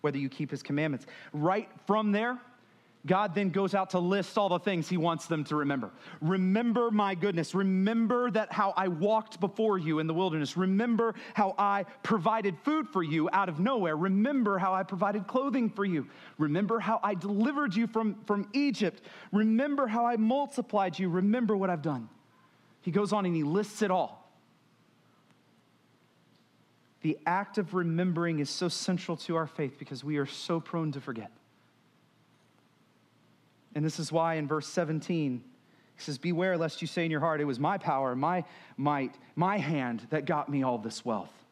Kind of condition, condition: setting, large echoing room